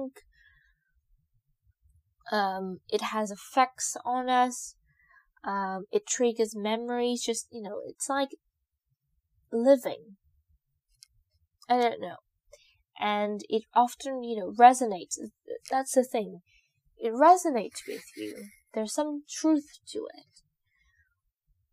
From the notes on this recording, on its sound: sorry for the audio - I just got a new device to record and I don’t know how to use it properly as of yet